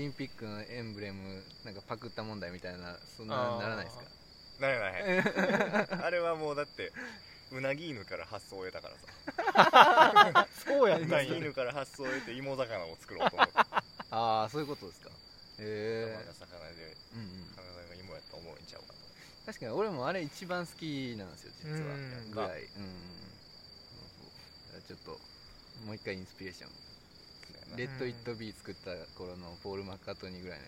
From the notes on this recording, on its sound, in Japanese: 今回は西武庫公園で収録しました。ええ歳した男が3人、地べたに座りながら夜な夜な話した。